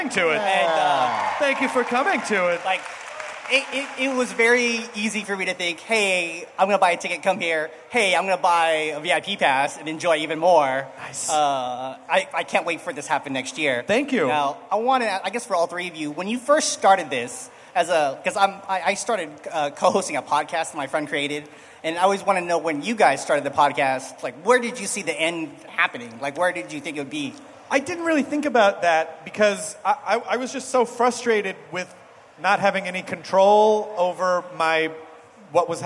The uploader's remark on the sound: It's a nerdist hostful live from ID10T festival!